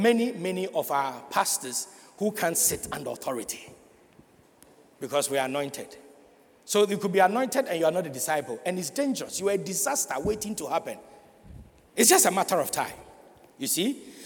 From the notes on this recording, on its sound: Sermon preached at CBC Shiashie Campus